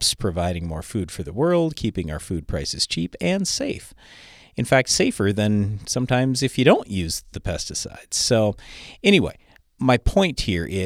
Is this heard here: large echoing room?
no